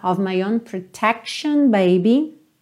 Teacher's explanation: E protection, lembra desse T-I-O-N, esse som sh, sh, como um X mesmo